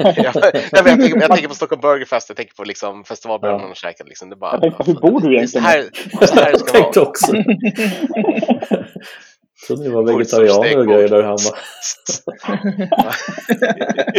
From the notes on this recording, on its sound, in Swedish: Vi spelar in kortare extrainsatta avsnitt på distans. Vi ber om ursäkt för den varierande ljudkvaliteten.